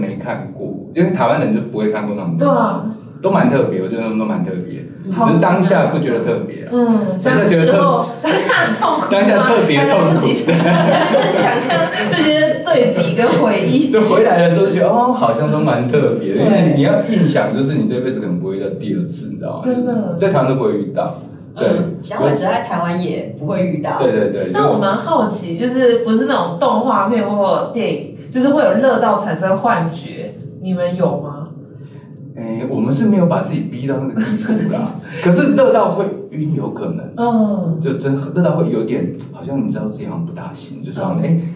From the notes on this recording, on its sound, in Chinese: 收音見諒。小編還跟新設備不熟悉，有些許收音問題，煩請見諒。